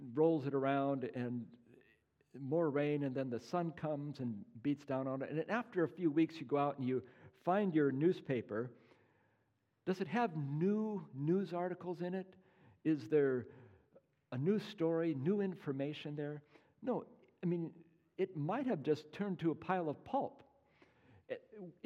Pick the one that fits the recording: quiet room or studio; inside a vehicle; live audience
live audience